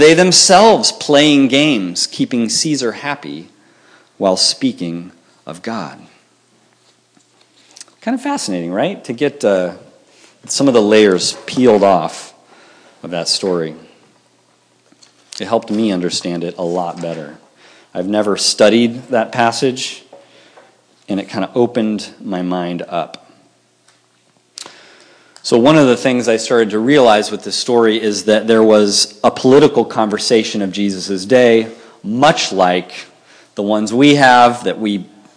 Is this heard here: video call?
no